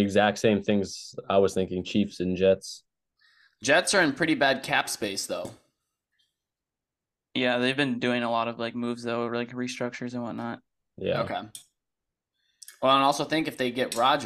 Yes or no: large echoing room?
no